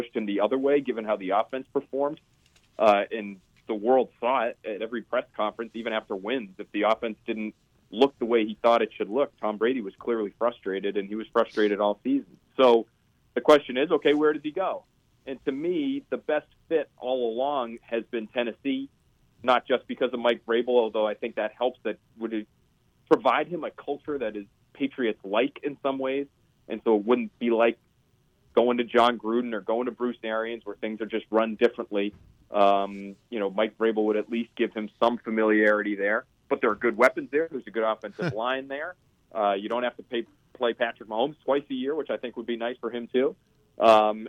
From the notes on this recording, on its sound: joined on the phone by NBC Sports Boston reporter